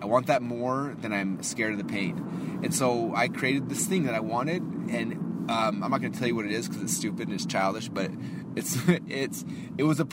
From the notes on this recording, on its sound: I am actually driving to the office, and I wanted to do a really quick Marketing in Your Car Podcast so here we are.